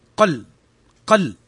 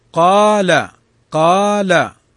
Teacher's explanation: لو ما مدينا الألف لقلنا قل قل، لكن نقول قال قال حركتان · Shown in: second take · Term: مد طبيعي